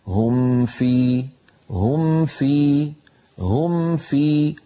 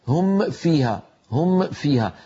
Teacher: لما أنهي الميم أجد أسناني تلقائيا موجودة على باطن الشفة السفلى فألفظوا فاء بسهولة · Shown in: first take · هم فيها خالدون، ولا داعي للتكلف.